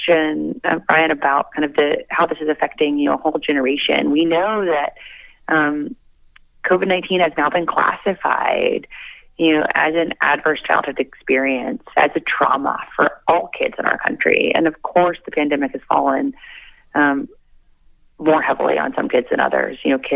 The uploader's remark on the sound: called in for a chat